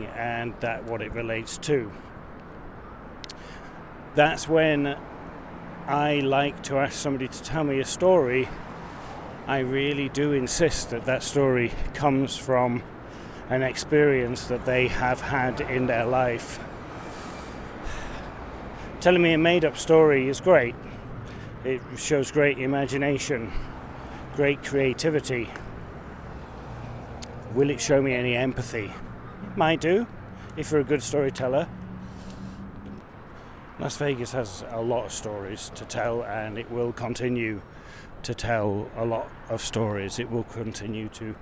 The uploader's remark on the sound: Take in the multitude of sounds, sights, feelings, and emotions. As I wander from Casino to Casino, street to street encountering all people from all walks of life.